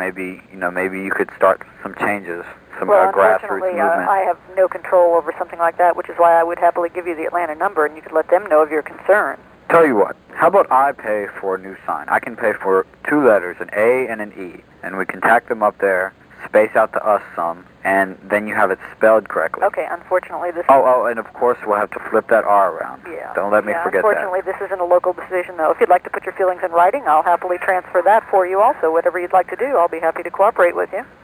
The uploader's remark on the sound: RBCP's Personal Prank Phone Calls Collection